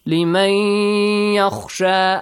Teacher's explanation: the noon sakin sound will be deleted or will be merged into ye sound